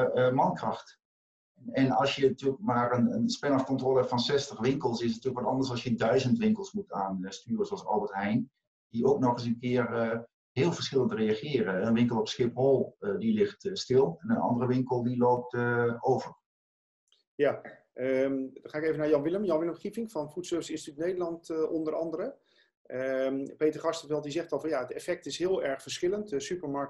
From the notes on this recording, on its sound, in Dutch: De podcast is oorspronkelijk opgenomen als videopodcast en mogelijk van iets mindere geluidskwaliteit dan u van ons gewend bent.